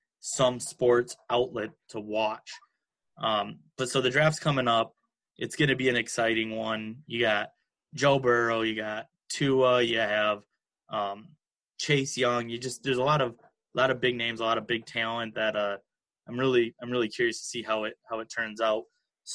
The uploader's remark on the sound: all done virtually through Zoom!